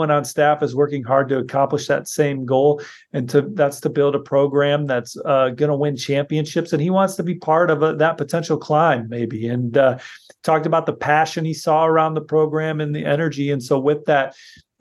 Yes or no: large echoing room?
no